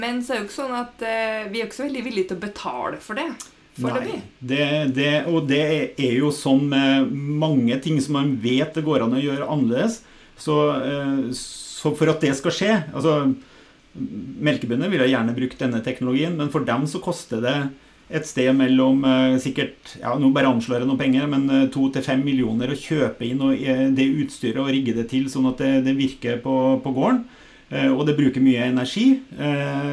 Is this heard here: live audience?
no